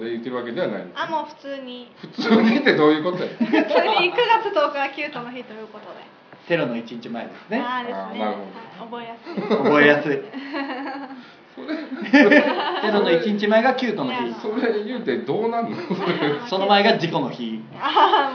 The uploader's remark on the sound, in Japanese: 鹿児島公開収録編。SHOWROOMでも同時配信の回！